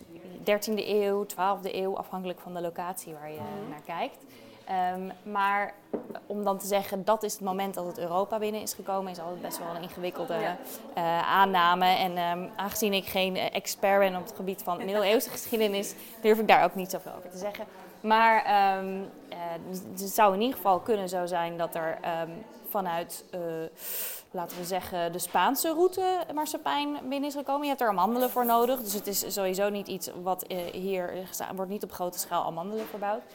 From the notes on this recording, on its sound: live vanaf het Foodie Festival in Amsterdam!